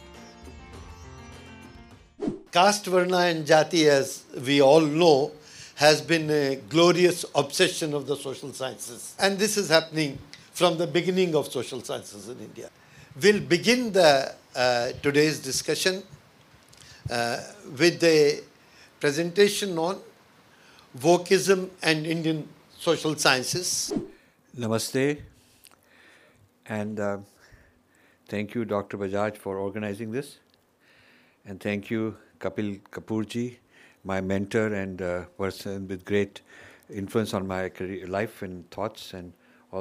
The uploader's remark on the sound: Educational lecture delivered to the senior leaders of Indian Social Sciences establishment in Delhi